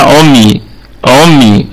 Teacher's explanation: العمي طبعا نقف عليها، عمي عمي هكذا. الكلمة كلها مرققة والميم ساكنة ففيها التوسط أي بين الشدة والرخاوة